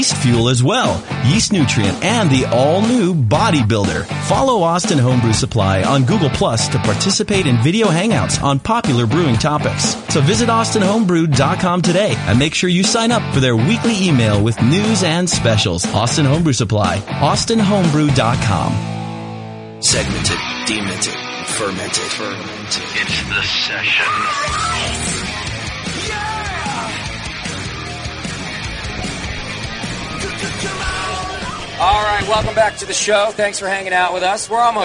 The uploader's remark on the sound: Live from NHC 2014